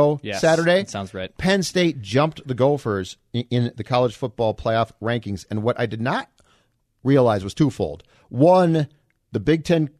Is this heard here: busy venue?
no